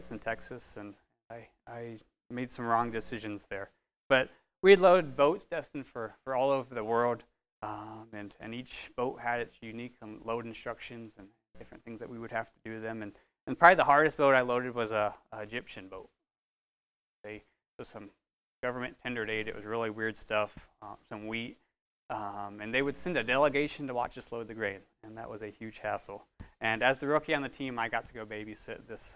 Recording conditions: large echoing room